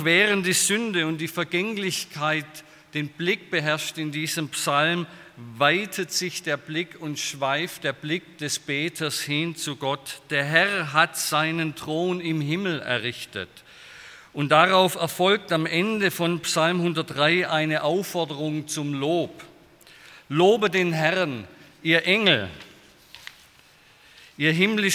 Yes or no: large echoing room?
yes